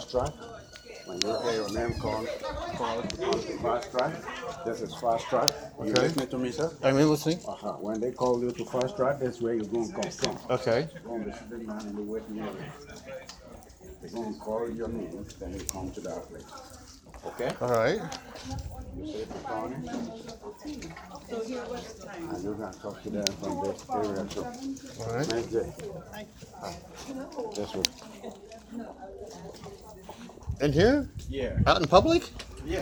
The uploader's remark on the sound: Abulance intake unedited. These are audio i recorded inside the hospital.